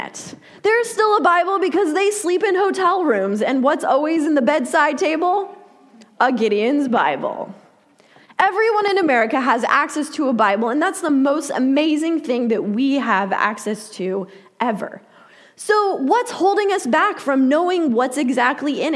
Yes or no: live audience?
yes